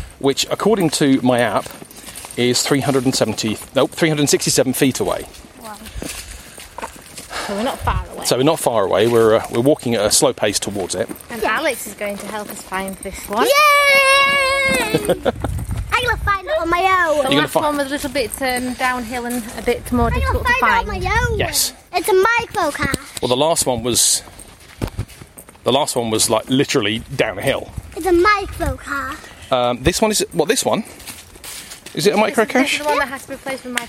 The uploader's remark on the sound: This is a fairly long episode which hasn't been edited down much, so there are a lot of ambient pauses and heavy breathing to be enjoyed. Recorded in the field on my Olympus DM-3 voice recorder.